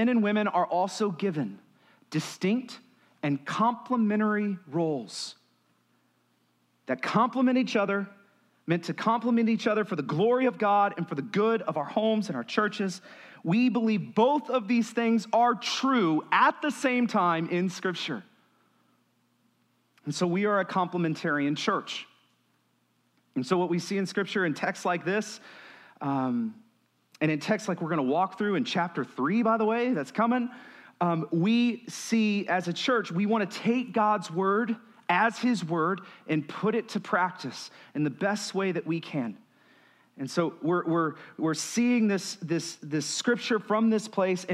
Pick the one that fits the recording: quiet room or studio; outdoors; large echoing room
large echoing room